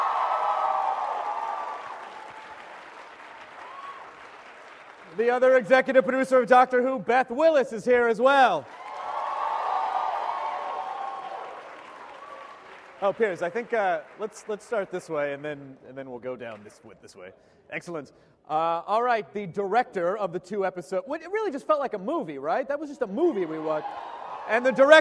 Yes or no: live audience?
yes